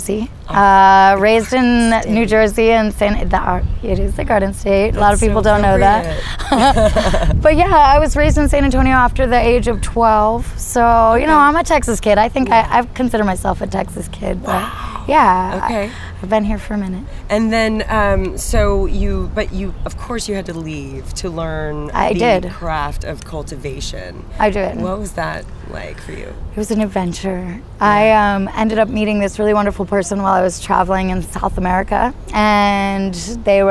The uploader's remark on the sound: Episode recorded on location at the San Marcos River.